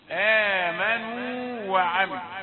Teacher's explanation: هذه واو مد ثم التالية واو مفتوح، لا تدغم الاثنين ولا تأتي في زمن واحد للاثنين، آمنوا وعملوا، وهذا يسمى مد التمكين، مد التمكين لتمكن لظهور الحرفين.